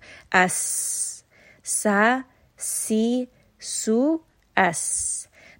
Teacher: So this naturally comes when you have the letter seen. So also, if you have the letter seen with a sukun, just naturally rest on it and then allow some of that hissing to escape